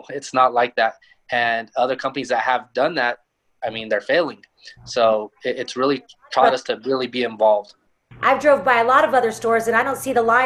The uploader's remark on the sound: Leaf Talks: Sports, Meds & Money | Virtual Conference.